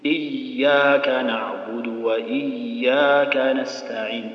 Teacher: يا مجهورة يجري معها إيش الصوت ما تكتم وتقول إياك، بس بعض الناس يبغى يصلي يقول إياك نعبد وإياك نستعين، لا خلي الصوت يجري يقول إياك نعبد وإياك نستعين.